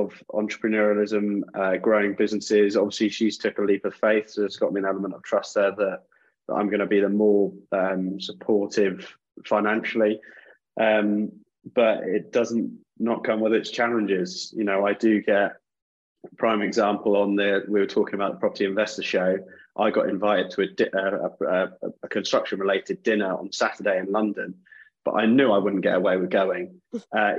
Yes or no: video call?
yes